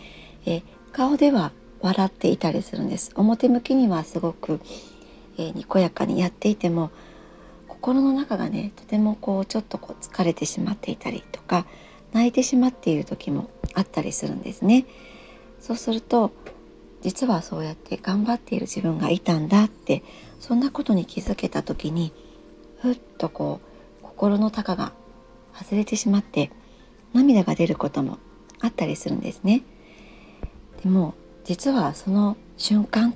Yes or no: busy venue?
no